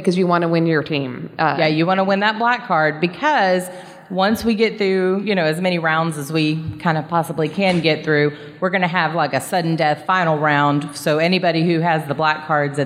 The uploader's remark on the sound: Cards Against Humanity LIVE at Comicpalooza! We had our very own panel where we recorded with a live audience. Didn’t freak out that a 9-year old was in the room with her headphones blaring.